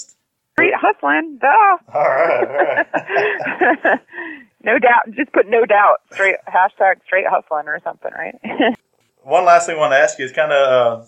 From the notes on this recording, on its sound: phones into the Str8hustlin.